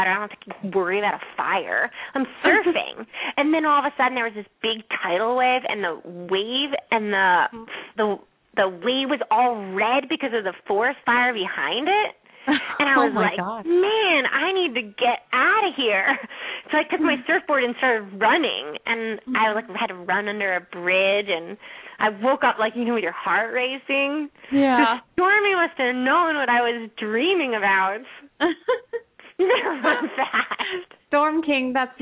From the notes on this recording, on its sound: open up the lines for listeners to call